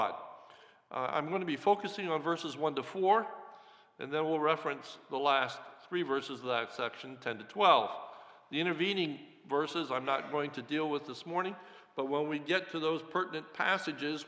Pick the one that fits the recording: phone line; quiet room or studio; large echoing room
large echoing room